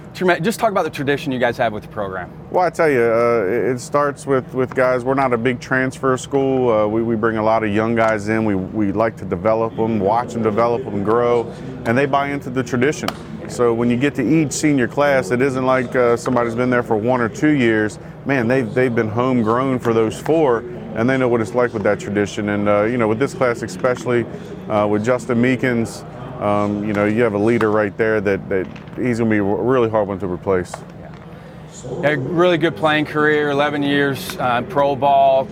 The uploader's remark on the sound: ABCA Member Coaches in Enid, Oklahoma and Cedar Rapids, Iowa. Interviews in this week's ABCA Podcast were recorded on the scene with ABCA member coaches at the NJCAA Div. II Championship in Enid, Oklahoma, and the NCAA Div.